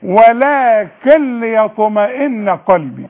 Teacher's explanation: ادغام كامل بدون غنه، يعني بدخل النون في اللام وما تبانش خالص